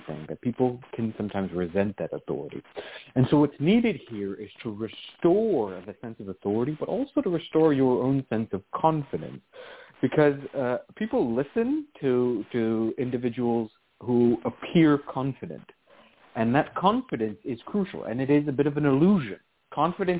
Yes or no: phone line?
yes